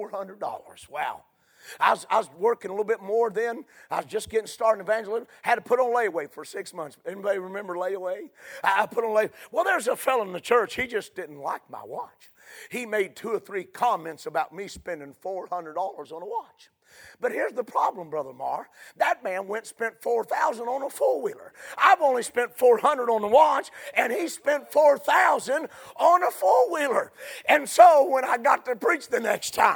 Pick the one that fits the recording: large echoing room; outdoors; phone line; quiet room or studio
large echoing room